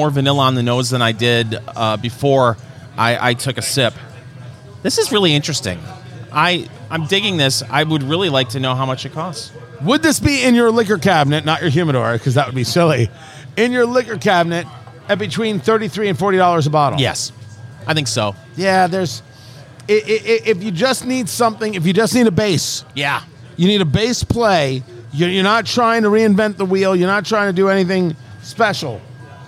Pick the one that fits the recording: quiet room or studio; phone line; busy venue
busy venue